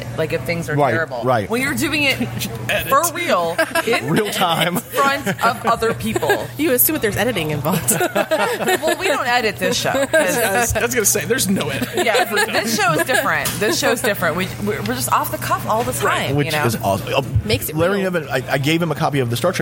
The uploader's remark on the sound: SteamCon 2018. This episode was recorded at Motor City SteamCon.